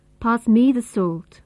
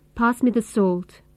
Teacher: the short I sound. This sound is found in the weak form of me. · Shown in: second take